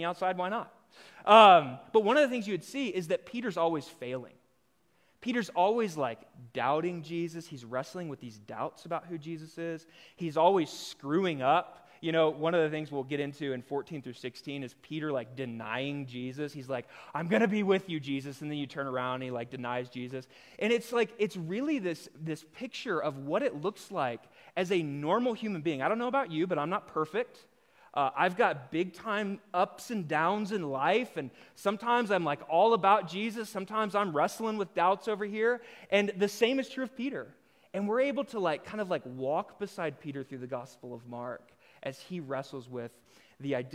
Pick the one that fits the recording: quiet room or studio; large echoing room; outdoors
large echoing room